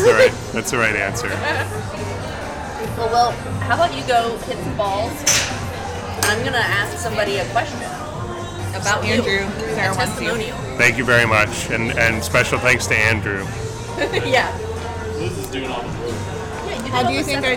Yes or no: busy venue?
yes